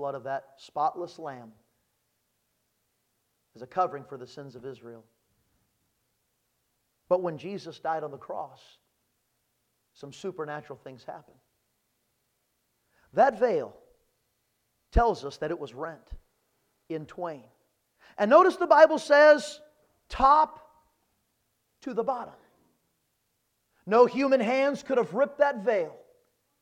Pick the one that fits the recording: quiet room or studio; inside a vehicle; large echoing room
large echoing room